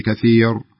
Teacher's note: كأنك شوي قلتي كثير فخمت الراء